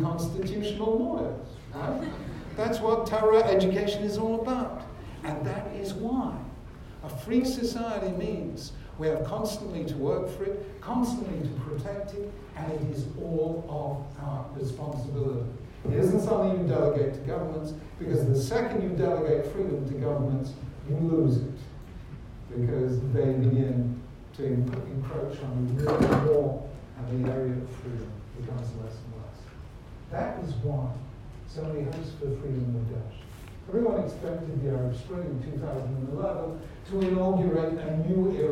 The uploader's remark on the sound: This shiur was delivered at University College London on 20th March 2018, as organised by London J-Soc.